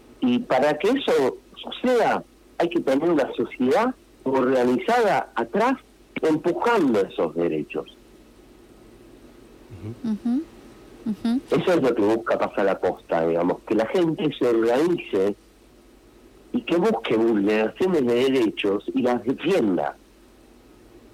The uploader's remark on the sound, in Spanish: Vía entrevista telefónica